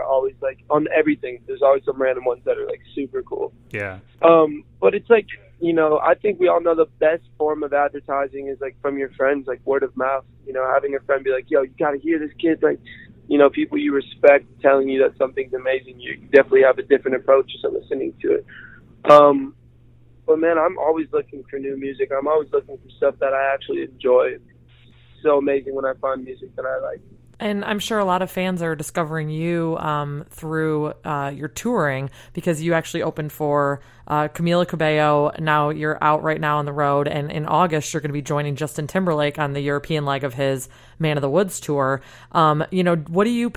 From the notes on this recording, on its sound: The rising singer-songwriter called in to chat.